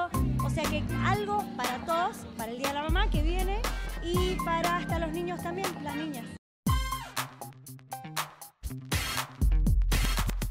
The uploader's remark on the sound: ON THE STREET